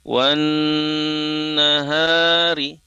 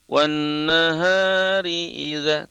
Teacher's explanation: Nah, dengungan yang seimbang, dengungan itu yang ditahan selama dua harokat, ditahan dulu bacanya selama dua harokat atau tiga ketukan · Shown in: first take · Ketukan ketiga baru huruf berikutnya yang dilafazkan. · Term: gunnah